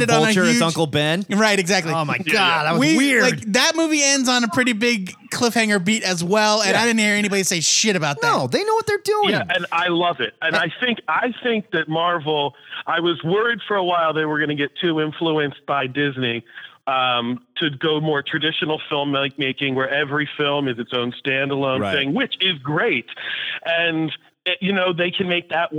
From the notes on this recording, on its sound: We open up the phone lines